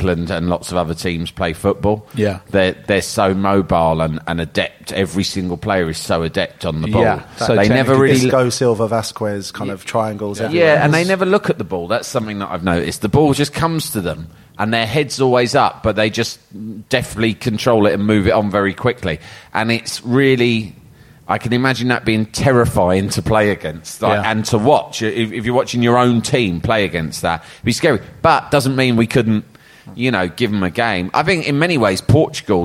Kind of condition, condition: setting, busy venue